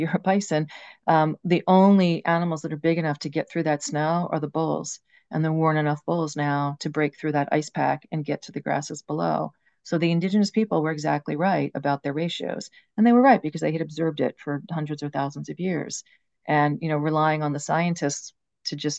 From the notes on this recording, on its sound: A live webinar